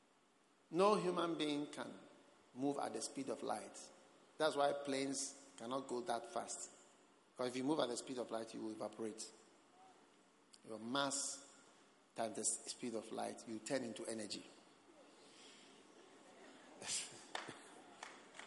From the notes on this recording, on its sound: Preached at the Prophetic Encounter Service.